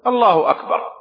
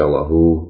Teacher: Allah من غير إظهار أو من غير مبالغة في الضم حتى تخرج كالواو. So you shouldn't exaggerate the uh sound on the ha so that it becomes like a who · Shown in: first take